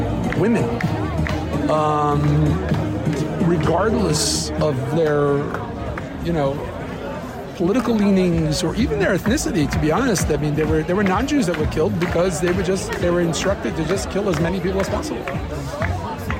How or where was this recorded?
outdoors